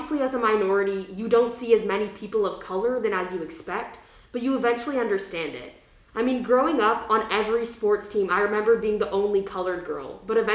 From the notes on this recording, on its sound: we had to record it in my garage so please excuse the ECHOoo